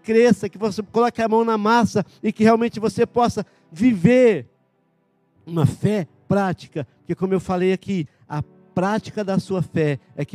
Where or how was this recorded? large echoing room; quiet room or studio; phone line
large echoing room